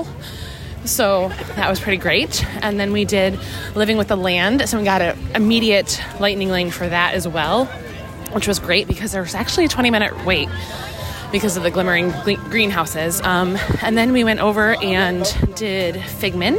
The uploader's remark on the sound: Live From The Parks. Live from WDW.